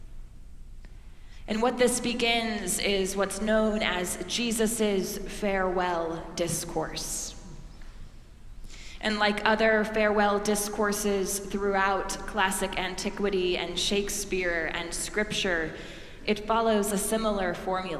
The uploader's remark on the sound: preached at our celebration of the Holy Eucharist on the Fifth Sunday of Easter